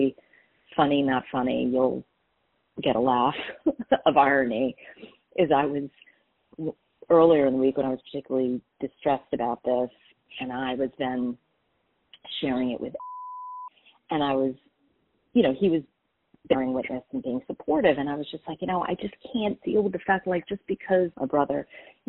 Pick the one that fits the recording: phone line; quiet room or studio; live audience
phone line